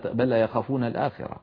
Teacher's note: أدغمنا اللام في اللام · Term: إدغام متماثلين